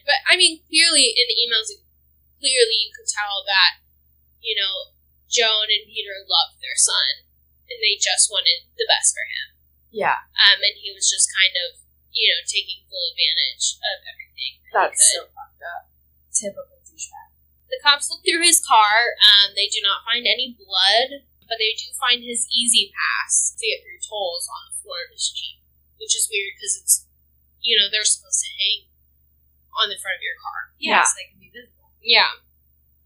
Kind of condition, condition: fault, poor sound quality